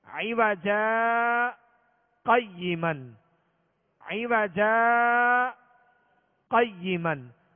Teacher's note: جیم پر جو دو زبر کی تنوین ہے اس کو الف سے بدل کر آواز روک کر اسی سانس میں آگے پڑھیں گے · Term: سکتہ